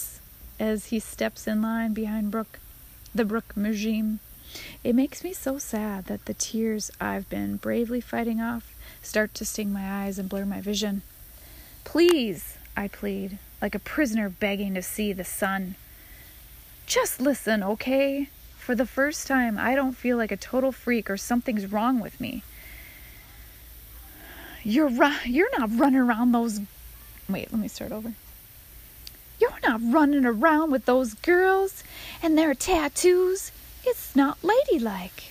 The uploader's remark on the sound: I’m on my patio and you will here lots of ambient noises.